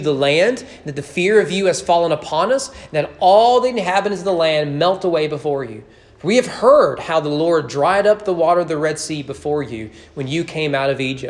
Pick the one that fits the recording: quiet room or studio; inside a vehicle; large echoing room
large echoing room